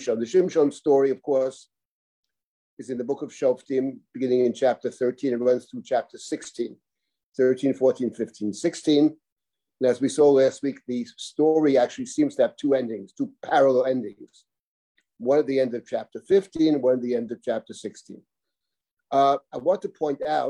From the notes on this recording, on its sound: This audio was originally captured from Zoom